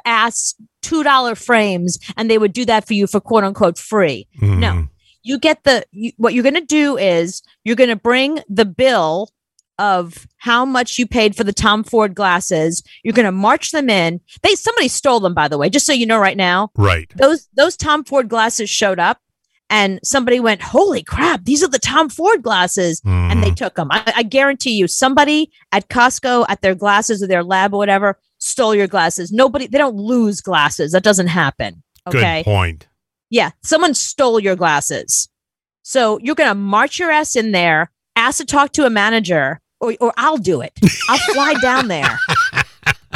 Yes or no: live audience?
no